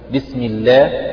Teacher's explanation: هذا في لام لفظ الجلالة، يعني تقول مثلا بسم الله، هنا اللام مرققة من لفظ الجلالة لأنها سبقت بكسر